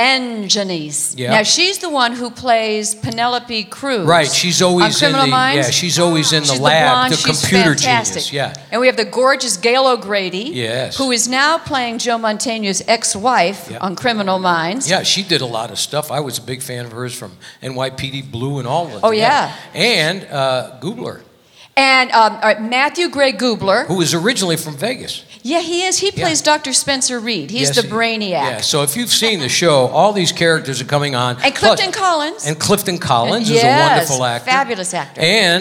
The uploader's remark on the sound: Live at the SouthPoint Casino